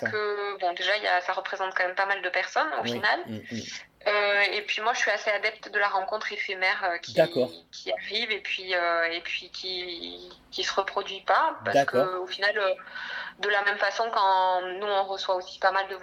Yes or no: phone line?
yes